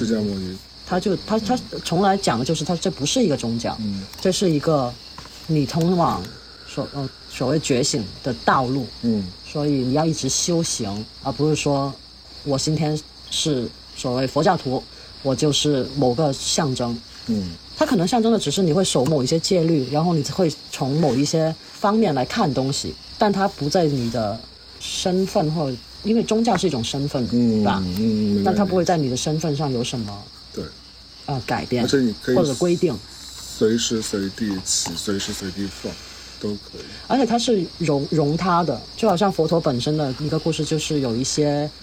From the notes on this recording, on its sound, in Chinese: 本期为室外录音